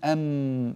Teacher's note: الميم لها نصفان كذلك، نصف شفوي أم بانطباق الشفتين، ونصف خيشومي